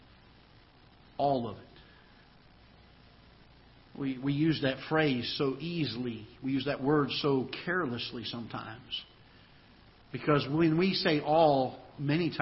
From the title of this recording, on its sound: Ketha Heights Baptist Church ~ Live Broadcast